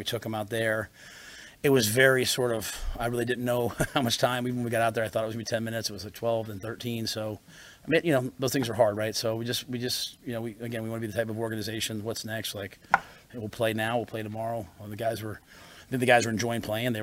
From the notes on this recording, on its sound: Post Game Press Conference.